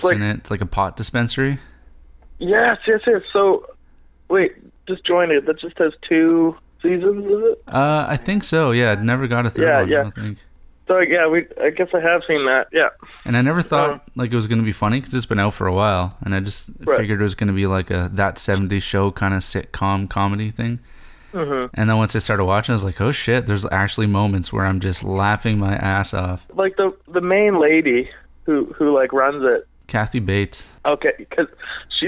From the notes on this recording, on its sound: We spent some time on the phone